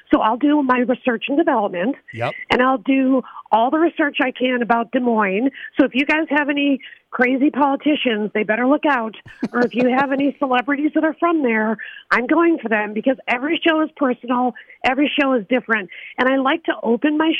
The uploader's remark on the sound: she called in to give us a little preview!